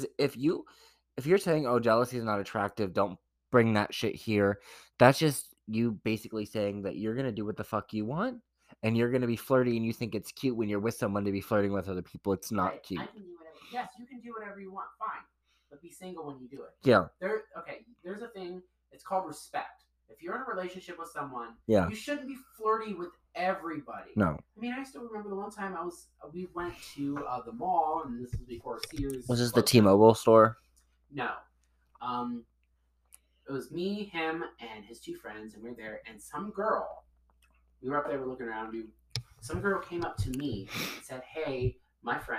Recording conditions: poor sound quality